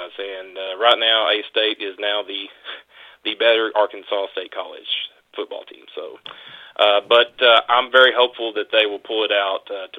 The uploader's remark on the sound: LIVE on the Back In Action Hotline. On RWRC Radio on 95.3 The Ticket/AM-970, Ritter Communications Tubetown 21!